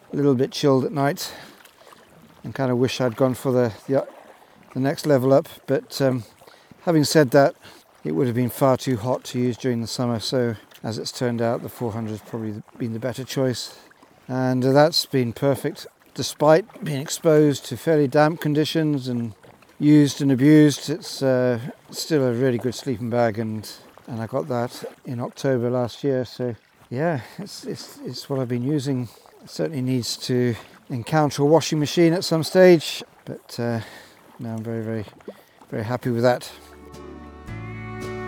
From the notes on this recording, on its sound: This episode was recorded live in my kayak on my penultimate day of my year long solo sea kayaking adventure around Scotland.